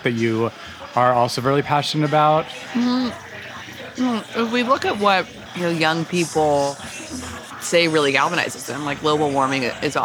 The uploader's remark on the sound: Over salmon salads. This episode of Dinner's On Me was recorded at Upland in NYC's Flatiron District.